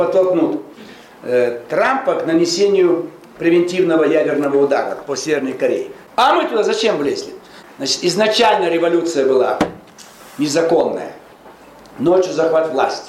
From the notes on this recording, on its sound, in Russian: выступил с лекцией перед студентами социологического факультета МГУ